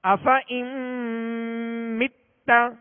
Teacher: اور آگے جو قاعدہ ہے نون ساکن کے بعد میم کا، تو میم میں ادغام کریں گے، غنہ کریں گے